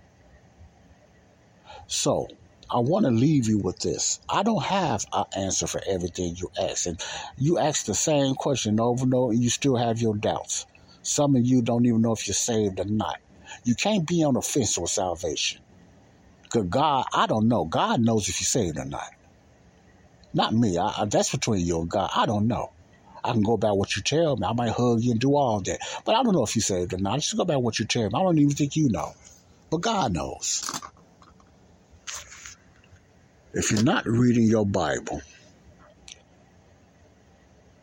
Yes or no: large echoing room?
no